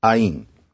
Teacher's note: There's that n hanging on the end, and n's are often rather fragile. So, after a while, instead of ain, ai.